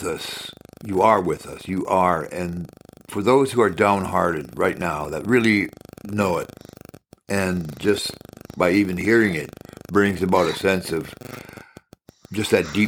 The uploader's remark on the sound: I apologize for the sound quality... it's worth listening to... just do your best to overlook the static on this episode and smile.